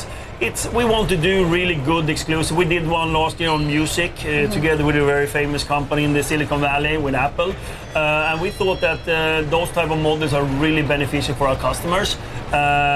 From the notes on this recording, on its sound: live from the New York Stock Exchange